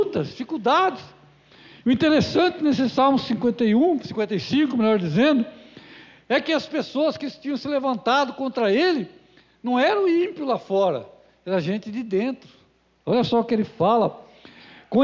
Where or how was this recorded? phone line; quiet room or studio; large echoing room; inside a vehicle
large echoing room